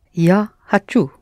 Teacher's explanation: You pronounce хочу, but you actually spell хочу. There's о there, which is unstressed. That is why you pronounce it as а, but it's о.